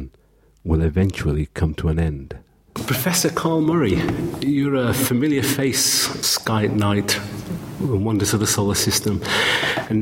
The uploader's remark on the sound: This interview was recorded during the National Astronomy Meeting in Manchester in March 2012.